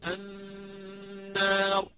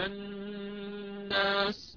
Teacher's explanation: وإذا كانت الراء مكسورة عند ورشة فيها تقليل للألف فيقول النير لوقتها نشرحها، كذلك الناس لكن غنة مطولة، أضغمت لام للتعريف في النون التي بعدها أصبح عندي نون مشددة، والنون المشددة فيها غنة مطولة